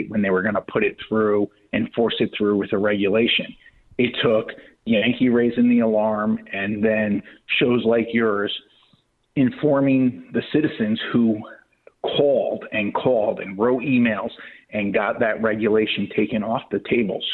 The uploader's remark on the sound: take phone calls